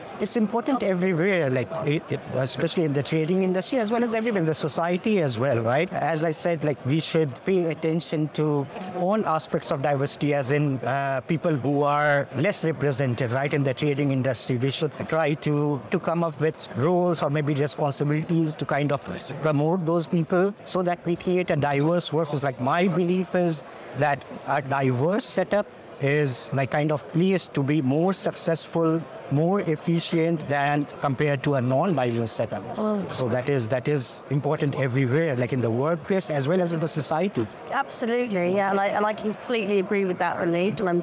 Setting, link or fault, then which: setting, busy venue